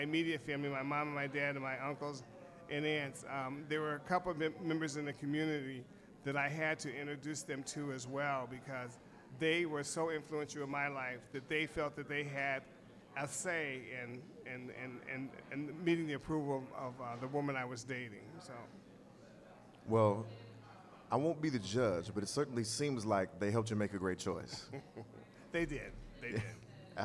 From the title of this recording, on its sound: Live at Cultivate